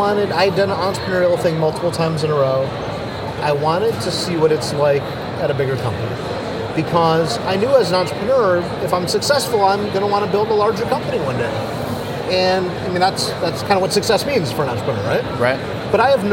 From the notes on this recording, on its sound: at a tech conference in Barcelona, Spain